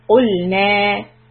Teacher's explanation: Two counts on the noon and make the qaf clear from the back of the throat